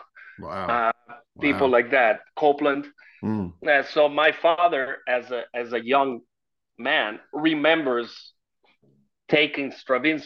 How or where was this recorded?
video call